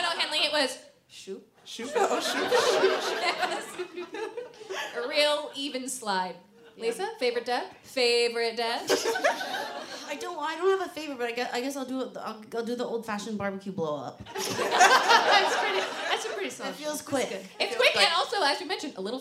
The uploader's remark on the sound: This week's episode was recorded LIVE at the Just For Laughs festival in Toronto.